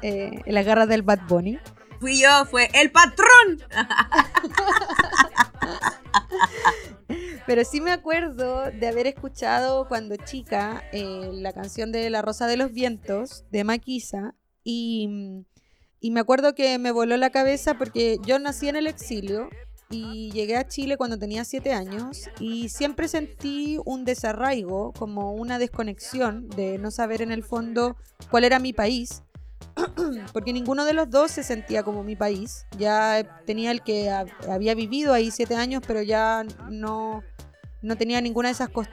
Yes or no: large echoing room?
no